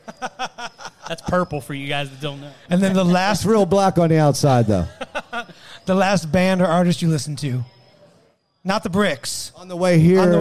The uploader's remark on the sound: Live From the Westmoreland Cultural Trust "Love Local Courtyard Concert Series". Do the podcast LIVE in front of an audience at the Love Local Courtyard Concert Series presented by the Westmoreland Cultural Trust and Palace Theatre. During a socially distanced series of very small shows.